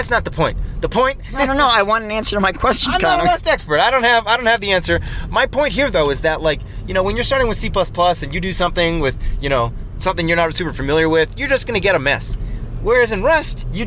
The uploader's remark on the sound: record live from Slovenia while driving